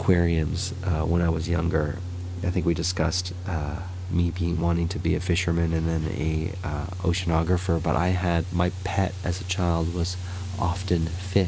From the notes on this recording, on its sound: We are back outside and recorded this episode in the backyard, with sounds of the neighbourhood all around them.